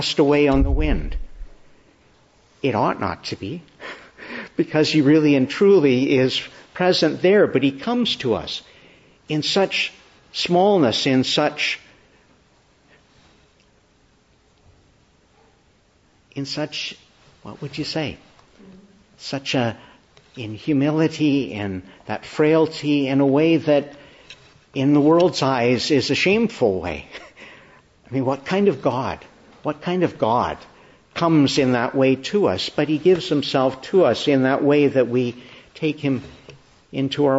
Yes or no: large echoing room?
yes